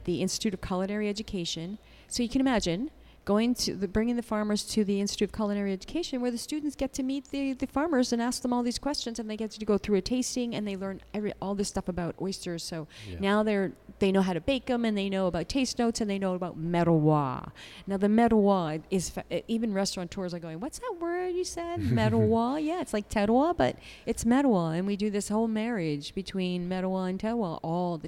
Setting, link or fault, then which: setting, busy venue